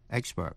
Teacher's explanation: Vậy expert là danh từ hay tính từ, phát âm như nhau, đều nhấn vần đầu, expert. Danh từ expertise, E-X-P-E-R-T-I-S-E, expertise, là nhấn vần 3 có nghĩa là tài năng chuyên môn.